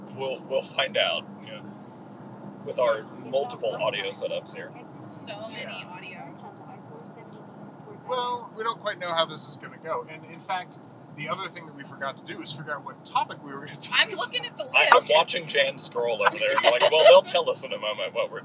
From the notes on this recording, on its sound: Our audio is a little odd on this episode as we figure out how to mic up three different people in the car. Sorry if it's a little unbalanced or quiet. We only have one source, unfortunately.